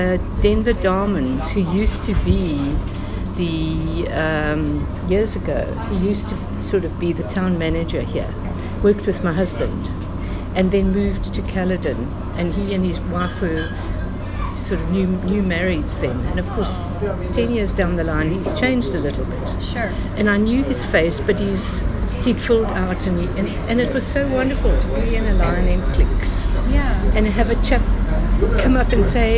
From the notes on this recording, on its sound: Join me at the local pub in Greyton on a Wednesday night as I ask people, "what is local?". Oldpottersinn.